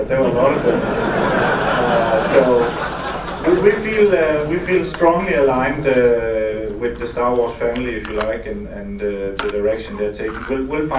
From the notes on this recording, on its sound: The BrickFest 2005 Keynote speach